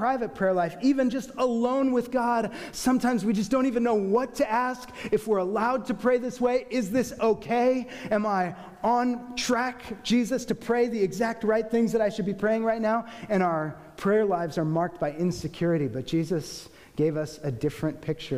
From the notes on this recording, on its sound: The team of six elders were split between our two services, so the recording will include each set of elders at both services.